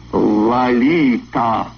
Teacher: Первый слог имени звучит скорее как «а», чем «о», а остальное похоже на испанский